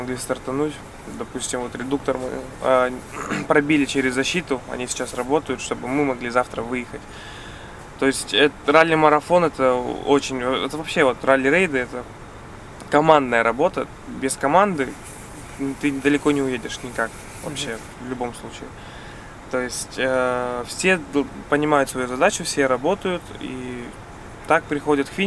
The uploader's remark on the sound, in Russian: Выпуск записан во время дня отдыха в Марокко на бивуаке около города Дахла.